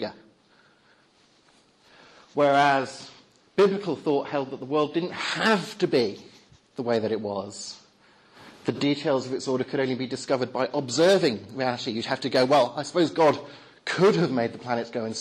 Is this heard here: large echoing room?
yes